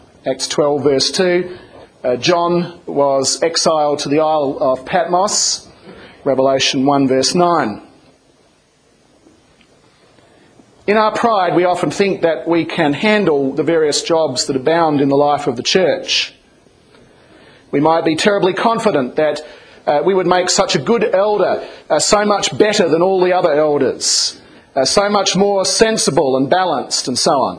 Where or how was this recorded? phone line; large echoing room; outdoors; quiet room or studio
large echoing room